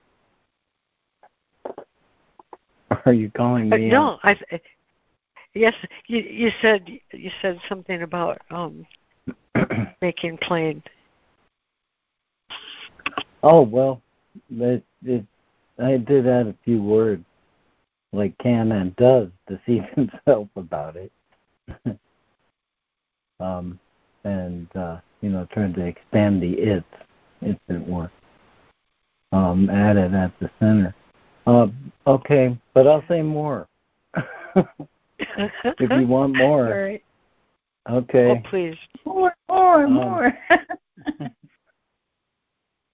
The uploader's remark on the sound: ACIM Daily Conference Call